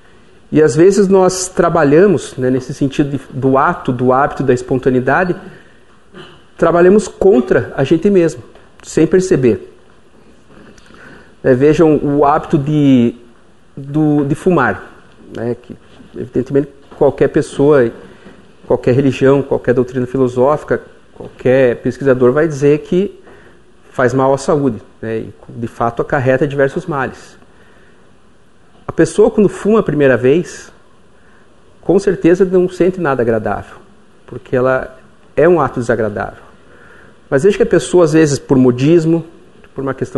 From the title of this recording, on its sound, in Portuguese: Palestra ao Público